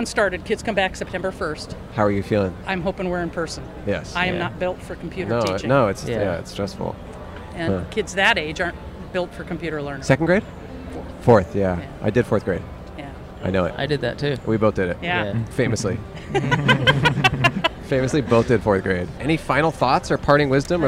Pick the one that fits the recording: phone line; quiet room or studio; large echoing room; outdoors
outdoors